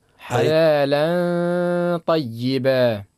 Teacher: التنوين شوفوه متتابع فوق اللام، فوق لام حلالا بعد أتى حرف الطاء اللي هو من حروف الإخفاء، الإخفاء. تقرأ هكذا حلالا طيبا. · Term: الإخفاء بغنة